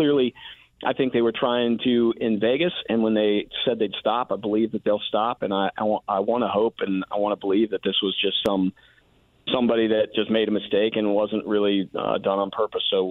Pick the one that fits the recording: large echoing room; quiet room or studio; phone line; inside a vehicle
phone line